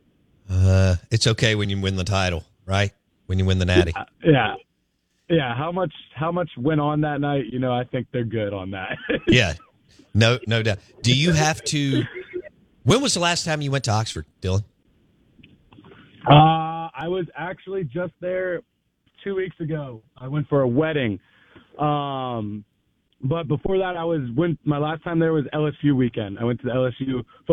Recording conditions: phone line